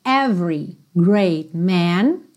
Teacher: Every também você não pronuncia esse é do meio